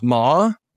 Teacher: Second tone is ma, your voice goes up